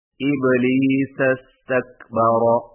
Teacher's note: number 16 ابلیس استکبر کو ملا کر یوں پڑھیں گے ابلیس استکبر، یعنی استکبر کا حمزہ گر جائے گا